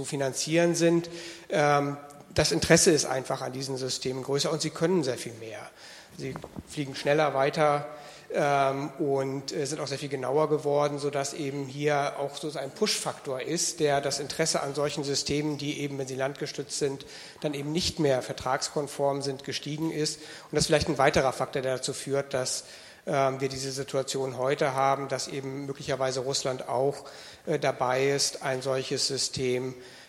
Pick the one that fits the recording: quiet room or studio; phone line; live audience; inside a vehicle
live audience